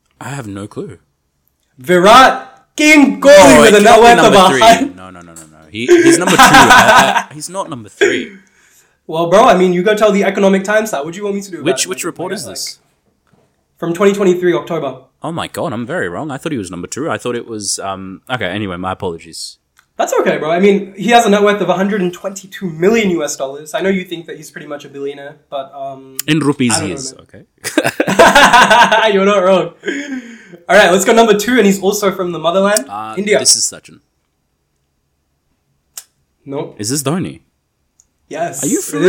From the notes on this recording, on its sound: This episode has some technical difficulties